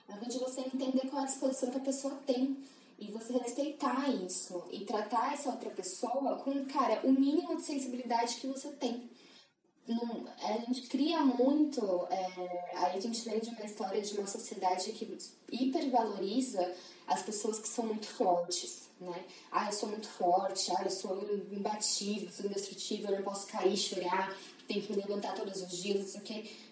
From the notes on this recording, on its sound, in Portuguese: O áudio ficou um pouco ruim e pedimos desculpas